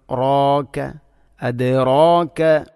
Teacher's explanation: അദ്റ ഇവിടെ റായിനെയും ചില ആളുകൾ അദ്റ വമാ അദ്റാക അദ്റാക, റായിനെ കനപ്പിച്ചുച്ചരിക്കേണ്ട അക്ഷരമാണ്. അപ്പോൾ അതിൻ്റെ കൂടെ വരുന്ന അലിഫിനെയും കനപ്പിക്കണം